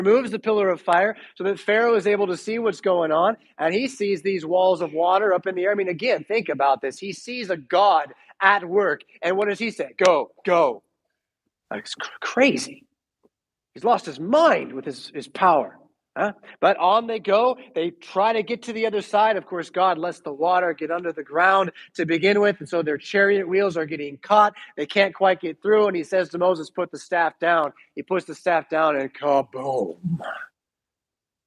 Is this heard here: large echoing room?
yes